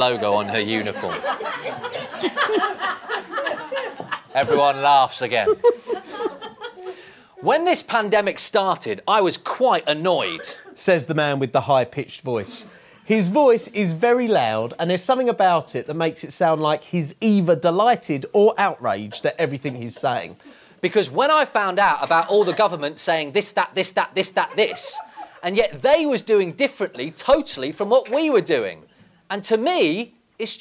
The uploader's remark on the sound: This podcast is an edited live recording from Poplar Union, where we told 6 stories, all based on the conversations we had, then asked the audience to share their responses.